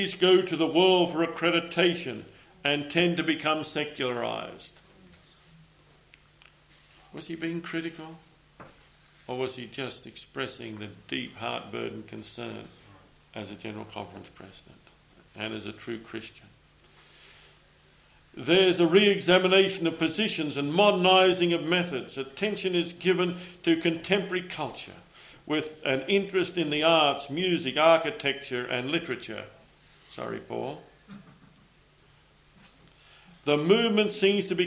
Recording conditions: large echoing room